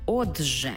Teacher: «Ти» і «жи» утворюється «джи». Пишемо «от-же», а вимовляємо «от-же».